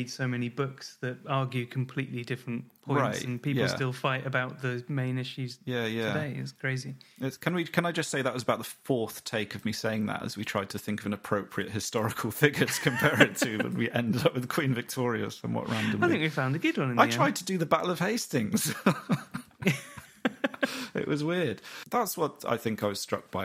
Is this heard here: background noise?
no